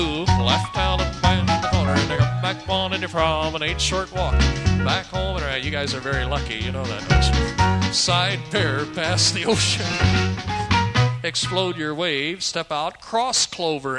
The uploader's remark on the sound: live dance recording